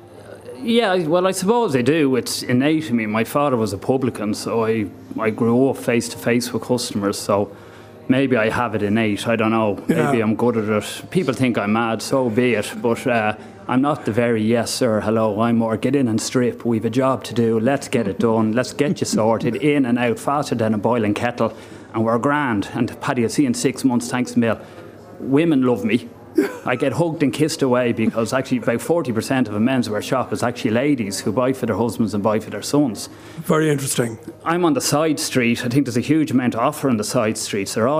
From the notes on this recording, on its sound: Broadcasting from the Three Store on Grafton Street this week, a street that is integral to shopping in Dublin.